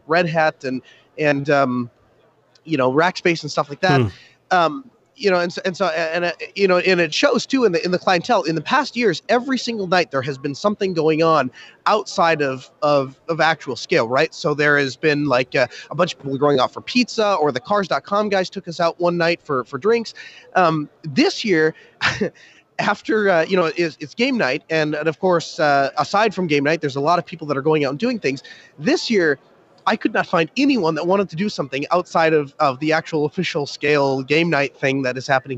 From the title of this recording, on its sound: Live from SCaLE 15x